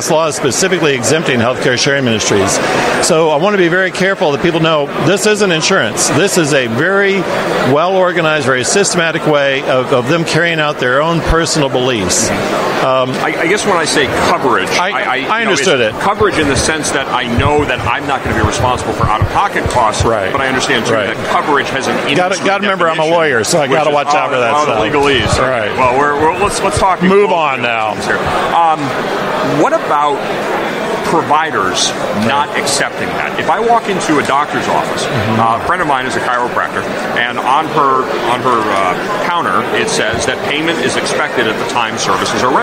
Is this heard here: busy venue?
yes